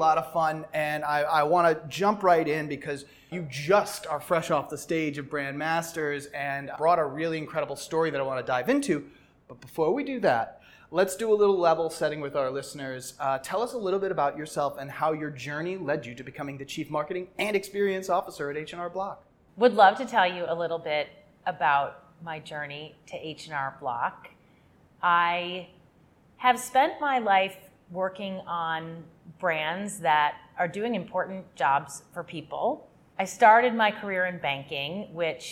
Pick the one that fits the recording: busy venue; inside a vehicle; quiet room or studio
busy venue